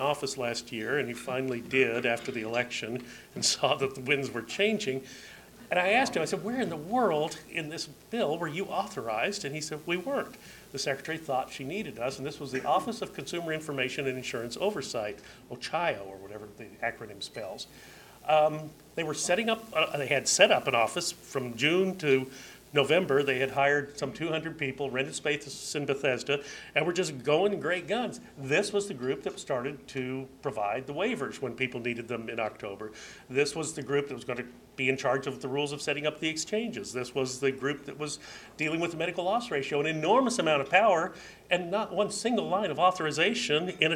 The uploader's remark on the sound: At Ripon Society Health Forum on April 14, 2011